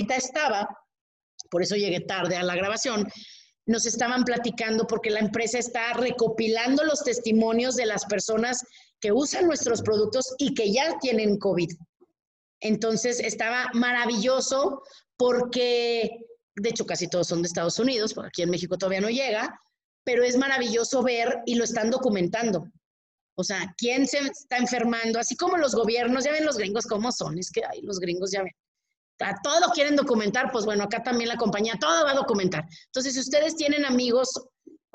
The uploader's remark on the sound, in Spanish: platicamos con los que entraron al zoom